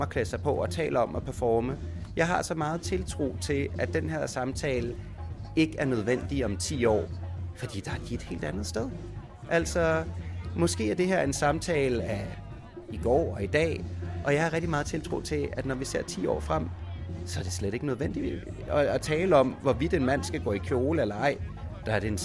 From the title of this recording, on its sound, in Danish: Reportage fra KVINFOs ‘Er du køn?’ workshop på Roskilde Festival 2017